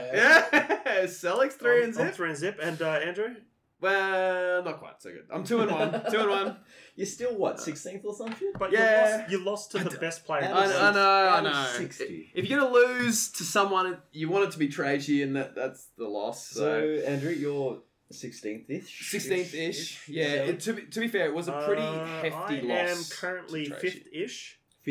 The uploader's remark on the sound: Aussie Cok 2024, Day 1! Audio quality will drop, and profane exclamations will be in abundance.